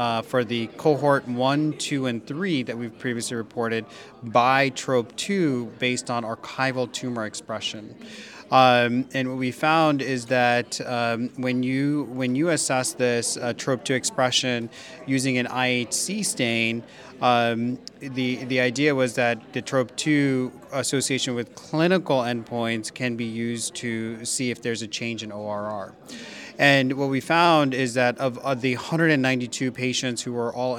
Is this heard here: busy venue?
yes